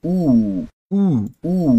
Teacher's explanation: Repare que o som está lá no fundo.